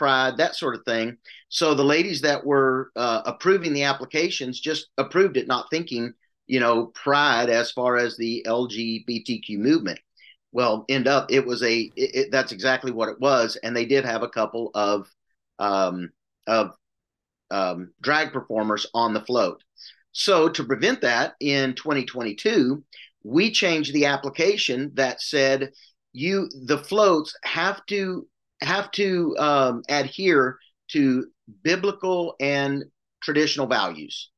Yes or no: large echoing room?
no